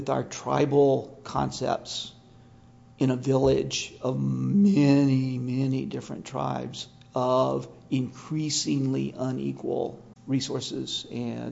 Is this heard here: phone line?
no